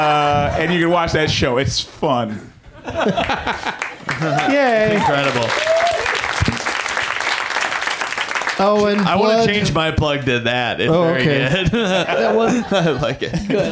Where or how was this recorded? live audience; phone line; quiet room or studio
live audience